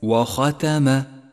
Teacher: لاحظ صفة الاستعلاء التي يلزم منها التفخيم لحرف الخاء في كلمة وختم. وختم، واقرأها بشكل صحيح وحاذر من أن تخلط بين تفخيمها وترقيق التاء التي بعدها وختم.